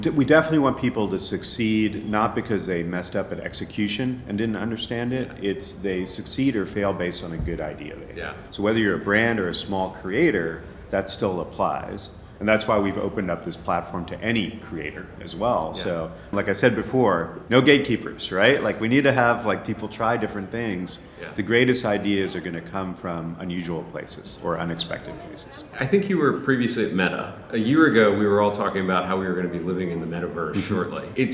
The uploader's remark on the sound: Live From Links NYC 2023